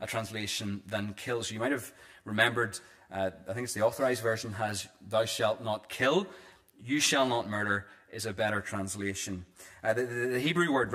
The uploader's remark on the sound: This is the recording of the Bible reading and sermon from our evening service on Sunday 21st January 2024.